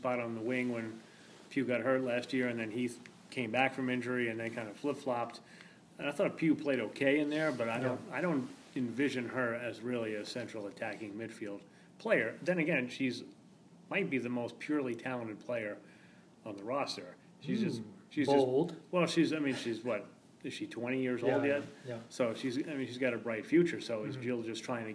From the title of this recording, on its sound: Live from the SheBelieves Cup